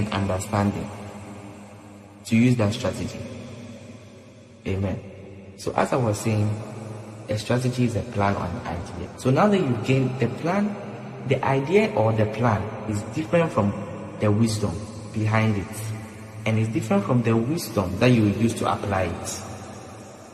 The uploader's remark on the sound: Preached at The Midweek Service, LIVE at the Love Arena Church, Accra - Ghana.